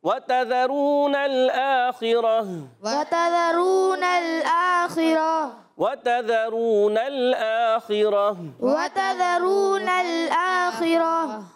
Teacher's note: واو کی ادائیگی ہونٹوں کی گولائی سے، ہونٹ گول ہو جائیں گے، واو پر زبر ہے، تا پر زبر ہے، زال پر